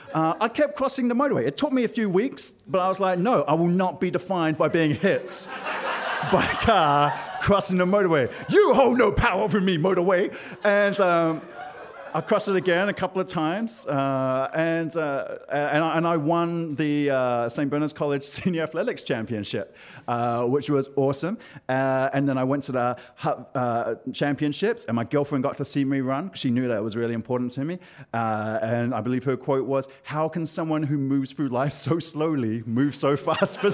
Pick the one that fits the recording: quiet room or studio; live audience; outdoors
live audience